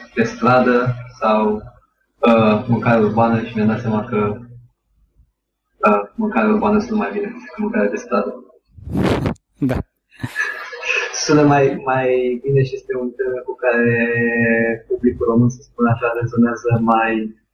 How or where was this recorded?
video call